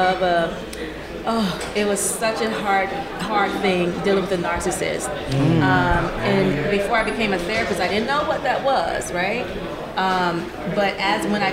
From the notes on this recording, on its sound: This is one action packed hour live from Thee Black Hallway reported live at Podfest 2024 for the 10th anniversary in Orlando.